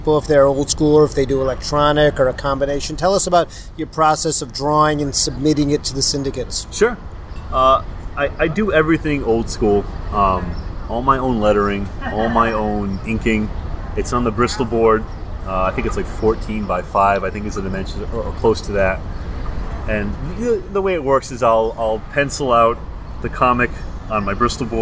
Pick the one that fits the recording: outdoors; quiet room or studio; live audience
outdoors